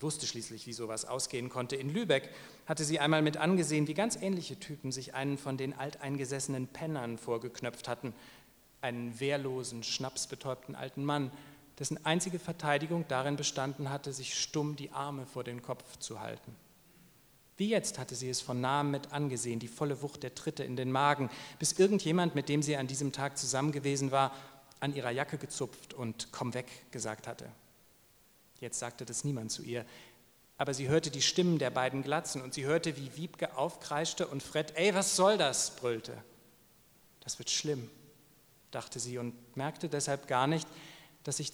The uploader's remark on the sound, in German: liest live beim Eichborn-Salon in Köln